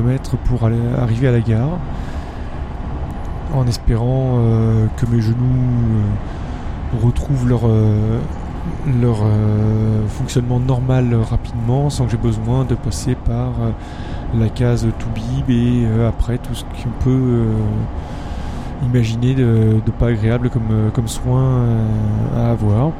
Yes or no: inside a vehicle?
yes